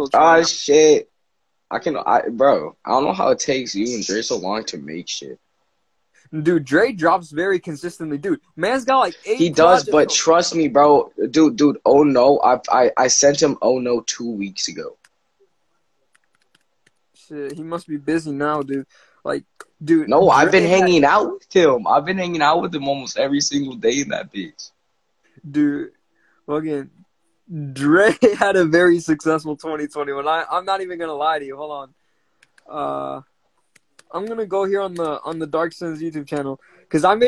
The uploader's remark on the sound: went on Instagram Live